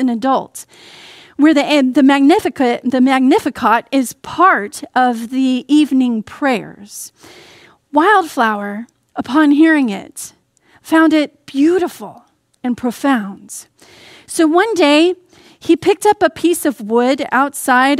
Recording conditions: large echoing room